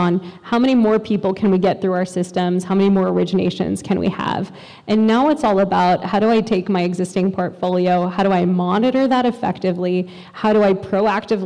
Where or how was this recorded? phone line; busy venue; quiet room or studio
busy venue